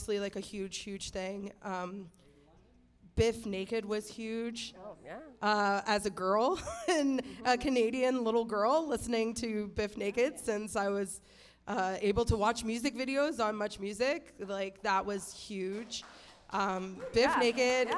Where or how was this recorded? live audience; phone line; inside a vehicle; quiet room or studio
live audience